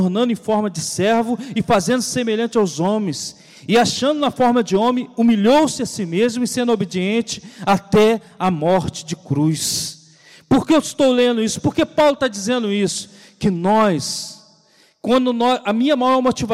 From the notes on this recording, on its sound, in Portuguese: CULTO DE LOUVOR E PALAVRA AO VIVO